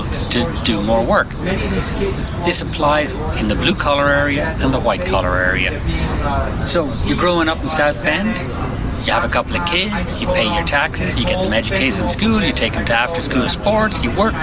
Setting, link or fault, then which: setting, busy venue